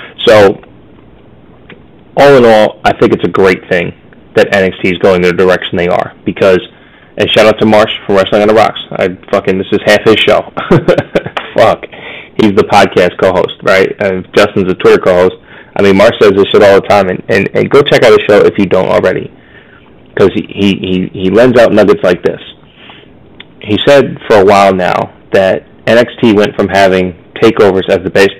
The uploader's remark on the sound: MY BAD, HAD TO RECORD ON A HEADSET!!! SORRY FOR THE AUDIO QUALITY!!!